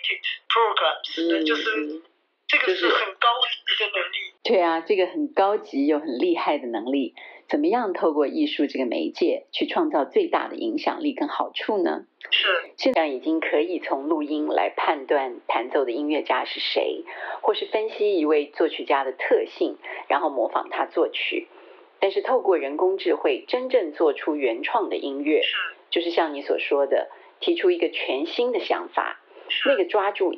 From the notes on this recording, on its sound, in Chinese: 地點：臺灣藝術大學音樂系2010琴房。越洋電話訪談時間：2020年6月12、18日下午。